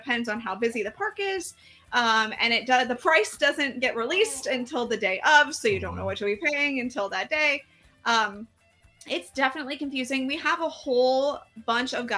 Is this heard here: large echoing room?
no